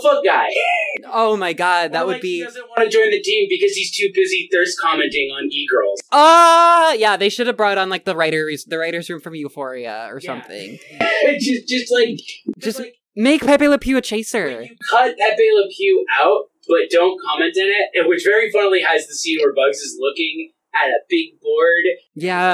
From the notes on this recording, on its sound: Unfortunately, the process of setting this up the first time lead to some bad audio issues, which we will have straightened out by our next one.